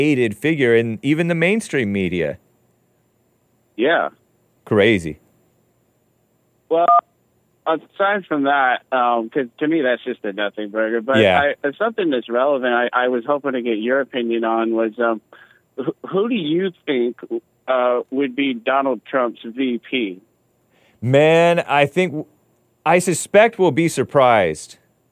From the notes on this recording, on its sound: Call-in show!